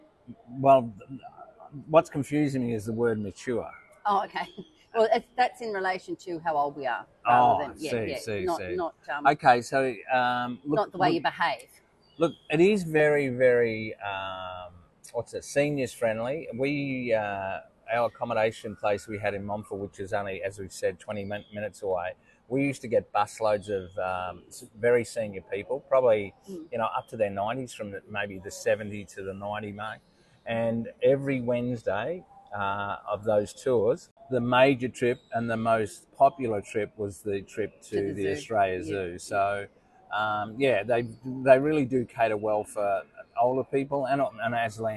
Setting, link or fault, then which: setting, outdoors